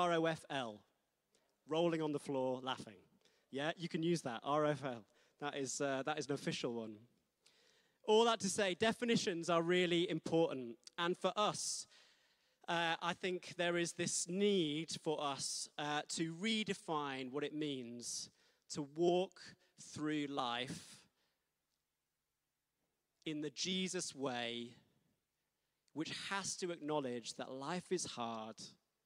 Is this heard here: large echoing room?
yes